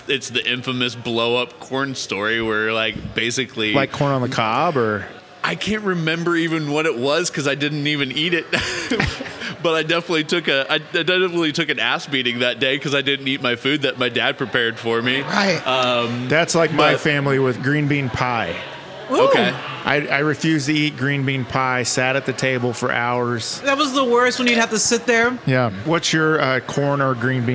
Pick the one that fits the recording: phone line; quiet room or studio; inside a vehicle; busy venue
busy venue